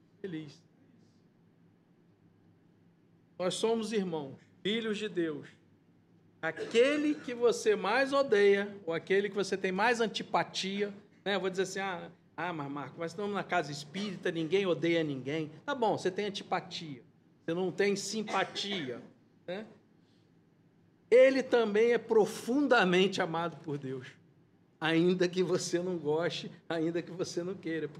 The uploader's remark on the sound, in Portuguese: Palestra ao Vivo.